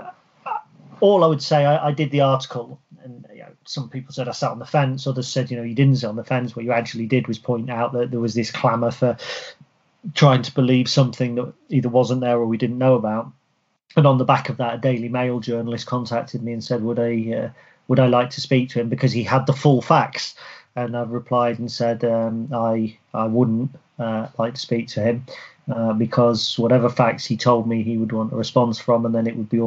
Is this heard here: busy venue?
no